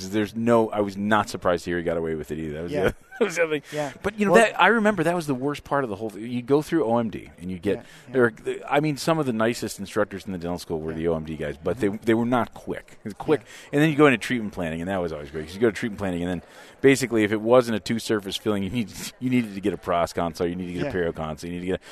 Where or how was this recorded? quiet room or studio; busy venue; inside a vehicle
busy venue